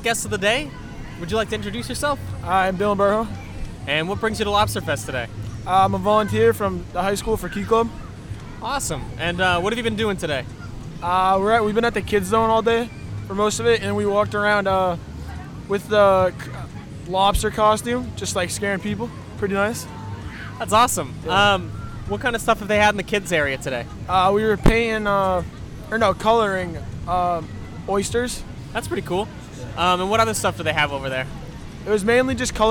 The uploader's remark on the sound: LIVE from Lobsterfest. We had the pleasure of attending Marshfield Lobsterfest and decided to show those who attended how easy it is to set up and record a podcast!